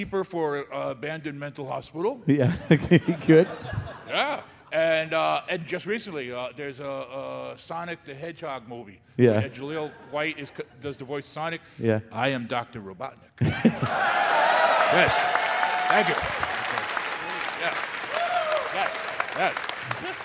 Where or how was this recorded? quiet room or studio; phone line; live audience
live audience